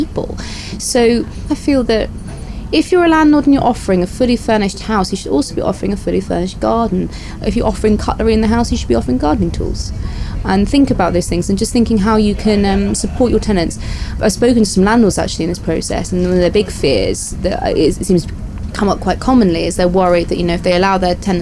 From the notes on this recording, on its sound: RHS Hampton Court Palace Garden Festival 2023. We’re taking you inside the Floral Marquee and Festival of Roses to get advice from the UK’s best nurseries.